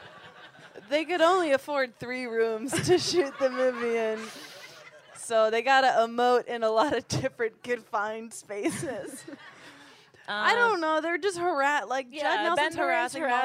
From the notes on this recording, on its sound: On this live episode recorded at San Francisco Sketchfest